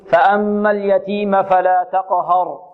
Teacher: إذن هنا نحذر من تفخيم الهاء لأنها وقعت بين مفخمين